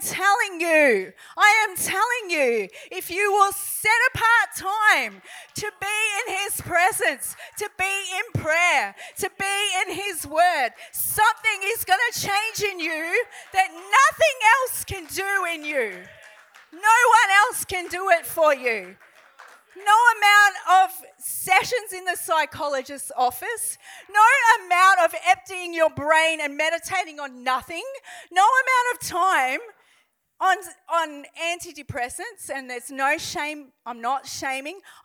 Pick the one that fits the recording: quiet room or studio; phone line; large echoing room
large echoing room